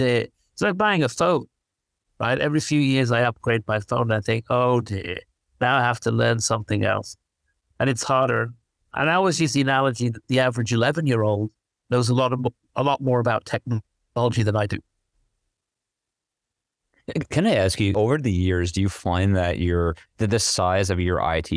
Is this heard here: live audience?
no